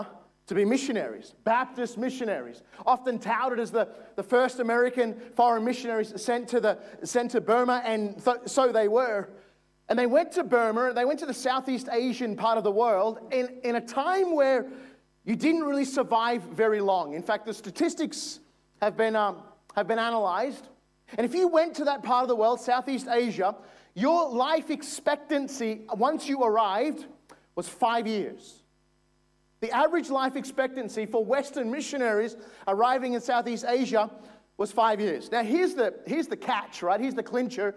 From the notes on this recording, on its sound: This is from session one of our Stand Firm Conference in 2022.